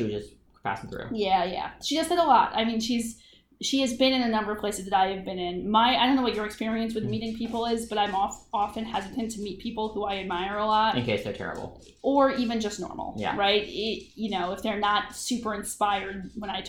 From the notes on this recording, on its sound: This episode was recorded on location with a single mic, so please forgive some audio wonkiness.